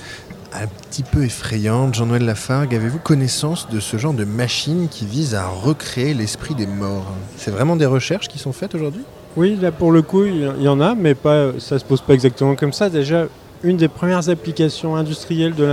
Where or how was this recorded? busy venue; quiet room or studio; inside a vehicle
busy venue